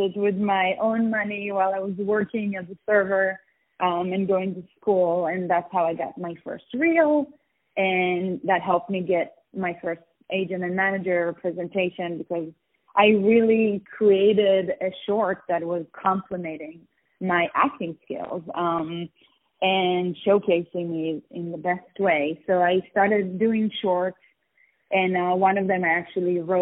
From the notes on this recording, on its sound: On the phone